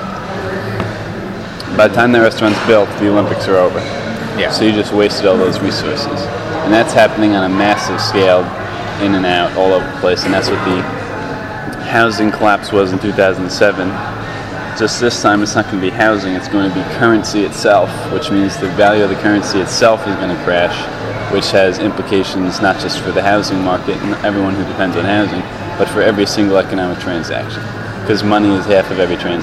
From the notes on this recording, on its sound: This interview was conducted during our Sunday morning breakfast, so the sounds of the dining hall are quite audible in the background.